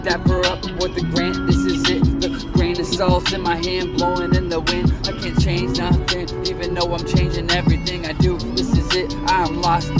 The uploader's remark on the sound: it's recorded literally driving so excuse the static in the back